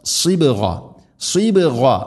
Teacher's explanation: സ്വാദ് ഉച്ചരിക്കുന്ന സമയത്ത് നാവിൻ്റെ മധ്യഭാഗം അണ്ണാക്കിലേക്ക് ഉയർന്നു നിൽക്കണം. സ്വരഭാരത്തിൽ ഉച്ചരിക്കേണ്ട അക്ഷരമാണ് സ്വാദ്.